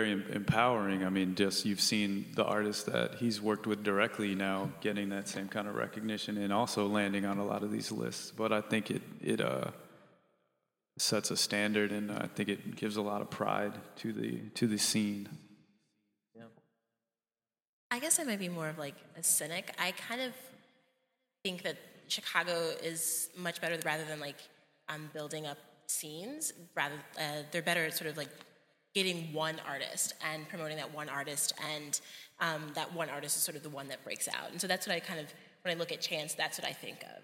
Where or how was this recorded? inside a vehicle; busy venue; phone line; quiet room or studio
busy venue